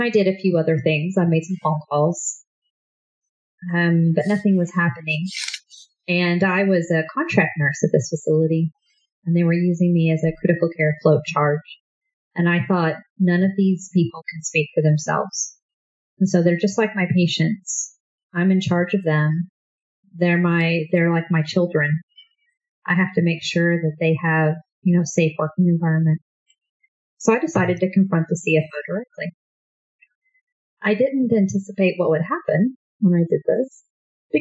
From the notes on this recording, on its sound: Please pardon the sound quality as we are still getting the technical details figured out